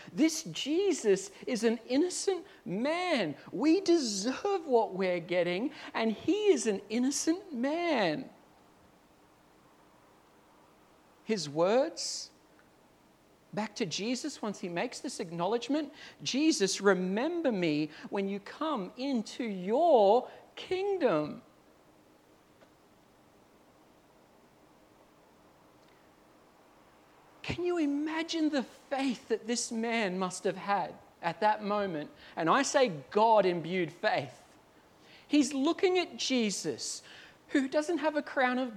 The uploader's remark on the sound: At Clarence Valley Community Church. This sermon was preached at South Grafton.